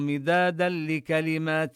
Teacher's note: لو كان البحر مدادا لكلمات، مدادا لكلمات ندغم التنوين، النون التي في التنوين هذه النون الساكنة ندغمها في اللام فنشدد اللام بدون غنة زائد، بدون غنة أبدا، لأنه لا يوجد حينما دخلت النون في اللام دخولا كاملا نلفظ اللام واللام ليس فيها غنة.